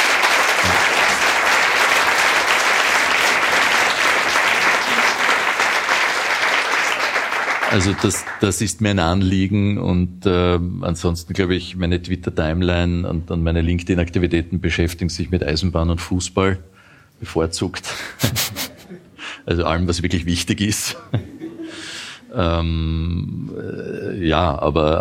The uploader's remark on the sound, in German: Die Dunkelkammer auf der Bühne. In der Kulisse Wien.